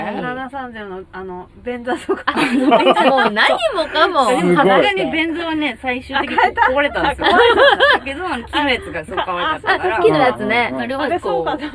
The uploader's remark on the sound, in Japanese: 祐天寺の古着屋 gargen730さんで特別収録！